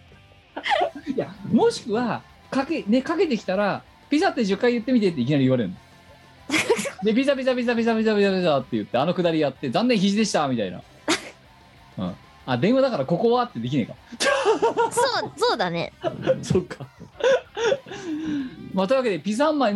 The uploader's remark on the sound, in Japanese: 本番組はリモート収録です。収録時環境の影響により、聴き取り辛い部分があります。またもや月曜深夜に収録するラジオ。途中で色々とノイズ等入りますが、収録時のものです。